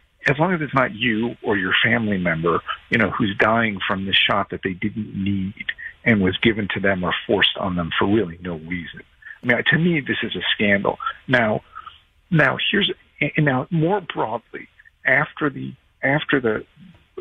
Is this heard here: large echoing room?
no